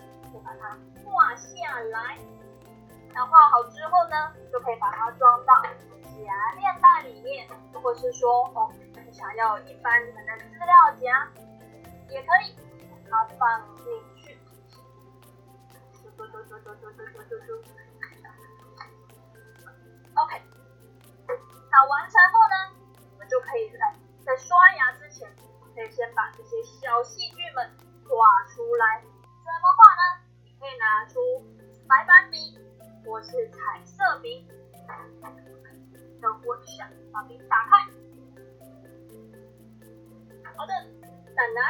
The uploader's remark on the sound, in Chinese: 線上直播錄音版。首次採用直播錄音 ，聲音品質請多多包涵。